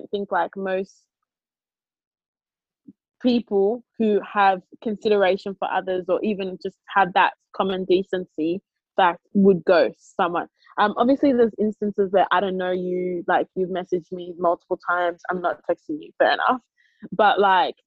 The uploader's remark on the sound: As Sydney remains in lockdown we bring you another zoom version of the podcast express episode.